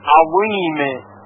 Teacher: برای تلفظ وا که مثل تا دستدار نوشته میشه، سر زبان به سر دندانهای ثنایای بالا برخورد میکنه، درست مثل زال در الذین، با این تفاوت که در هنگام تلفظ وا زبان به طرف بالا میل پیدا میکنه و به همین خاطر دهان قدری جمع میشه و صدای وا درشتر شنیده میشه · Term: صدای درشت